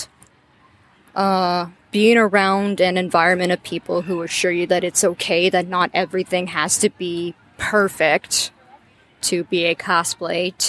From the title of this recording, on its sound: Live at Cosplay Beach Party